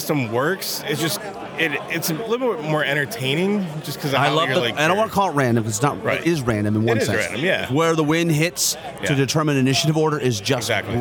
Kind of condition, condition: setting, busy venue